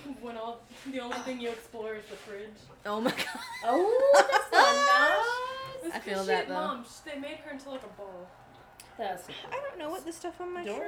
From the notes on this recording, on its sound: Keeps up our annual tradition of having a lot of background noise.